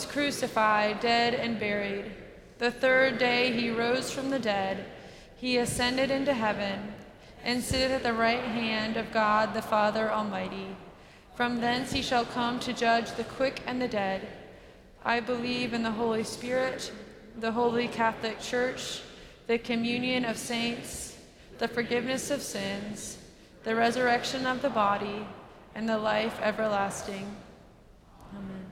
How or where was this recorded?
large echoing room